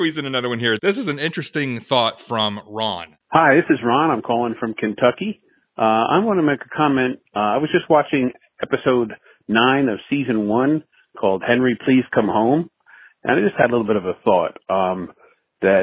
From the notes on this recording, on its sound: A Smattering of Voicemails. Listen to your (mostly) friendly voicemails and answer (mostly) your questions!